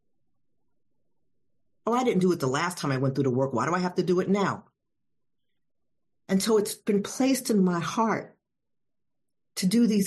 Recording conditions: video call